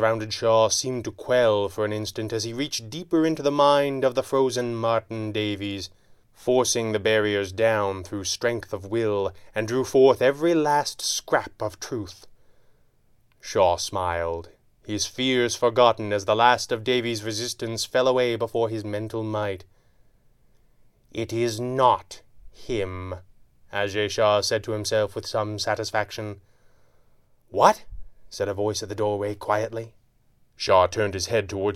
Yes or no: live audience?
no